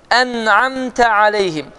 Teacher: Və birinci hərf, əlif, ən, ən. Və nundan sonra gələn hərf isə aynıdır və boğazın ortasından çıxır